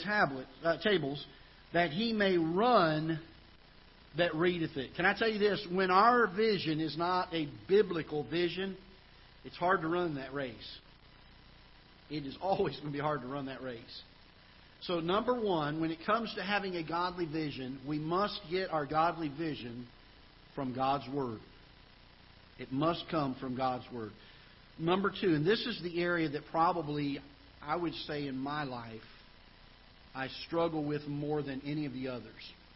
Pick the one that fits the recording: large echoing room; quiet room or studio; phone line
large echoing room